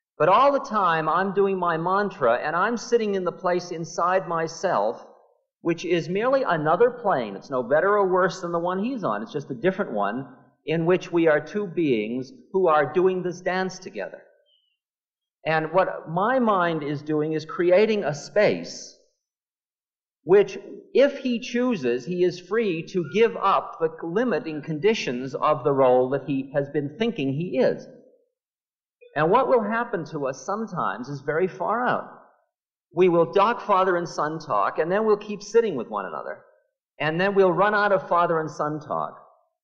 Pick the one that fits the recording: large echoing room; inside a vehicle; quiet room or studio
large echoing room